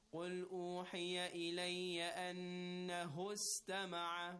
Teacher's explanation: we are continuing the recitation, we're not beginning at the alif al-wasl, we just consider as if the alif al-wasl was never there. It's non-existent. It's completely silent.